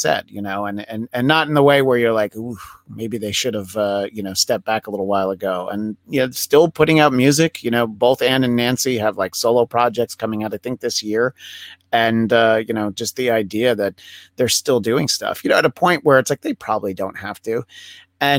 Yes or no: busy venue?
no